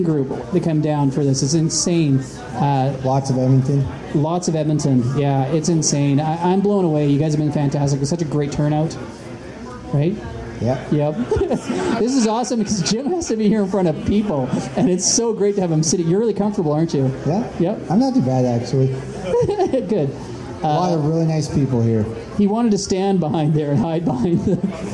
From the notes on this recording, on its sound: We recorded the show live at the RPG gathering: AardCON! Was taped in front of a live audience...